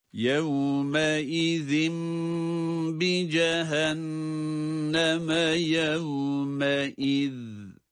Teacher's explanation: her ikisinde de zal harfleri ince olarak ve peltek olarak okunacaktır.